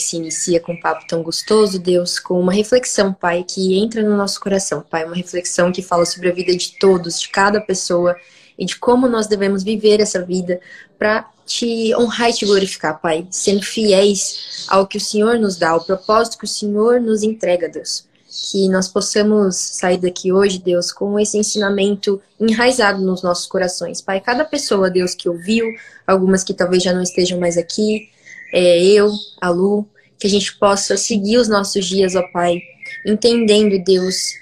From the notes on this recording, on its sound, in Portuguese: uma live no seu Instagram regada a café